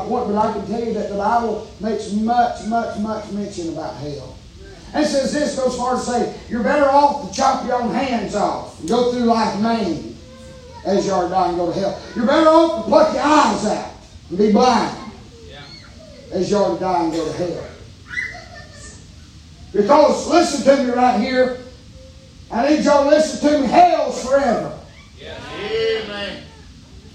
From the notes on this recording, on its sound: preaching live from Still Water Baptist Church